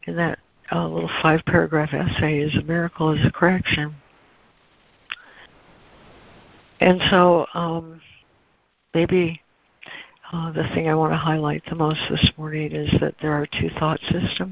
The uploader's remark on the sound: ACIM Daily Conference Call